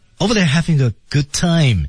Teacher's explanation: R 字母几乎是没有发音的。Over there having a good time. Over there, overthere，注意舌位啊。Over there,over，上齿咬下唇，there 啊，舌尖伸出来，舔一下上边的牙齿。There having